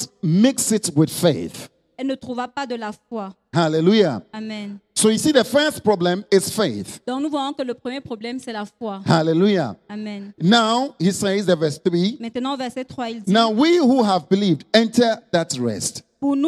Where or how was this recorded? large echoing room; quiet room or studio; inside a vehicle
large echoing room